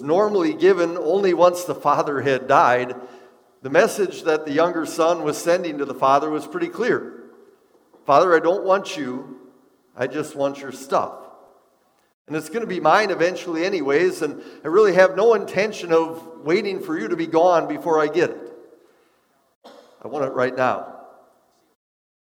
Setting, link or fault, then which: setting, large echoing room